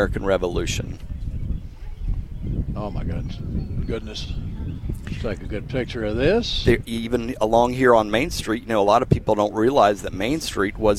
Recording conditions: outdoors